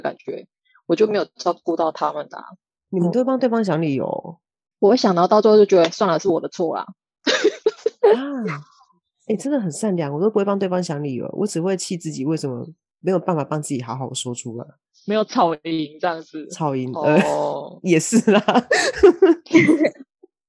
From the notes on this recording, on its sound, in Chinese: 也撥出時間共聚online，。在艱辛的網路連線環境中，克難地錄製節目，。